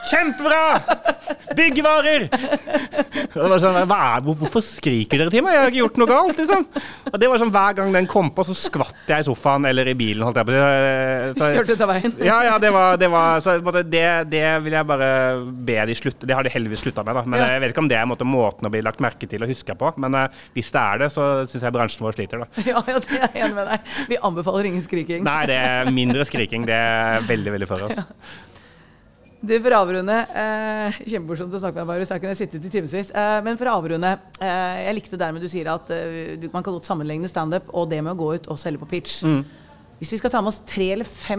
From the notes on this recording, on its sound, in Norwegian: Denne episoden er fra da Bauer Media hadde live podkast mellom foredragene på Den Store Annonsør Dagen 13.